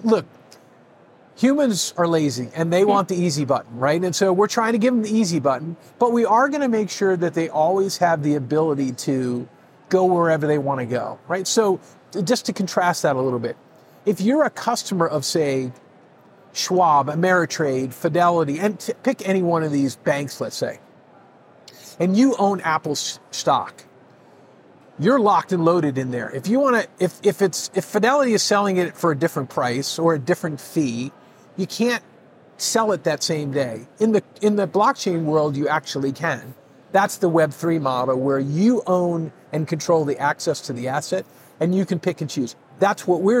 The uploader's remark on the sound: Live from Consensus 2023